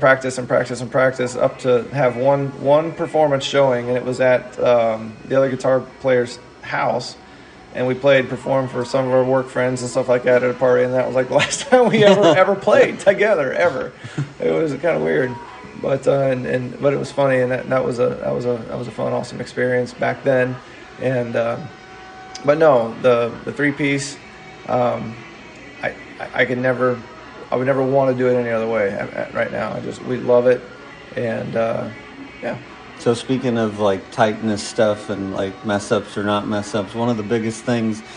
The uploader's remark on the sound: Live from down home pub!